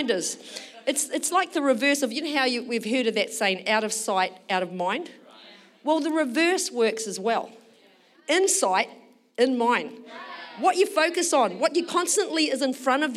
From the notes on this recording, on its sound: Recorded during our Melbourne East service on Sunday, the 19th of March 2023